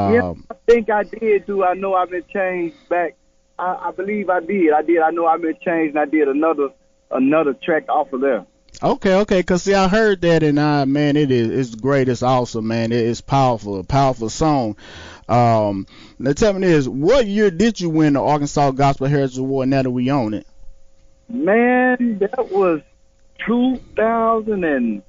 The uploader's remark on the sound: phone interview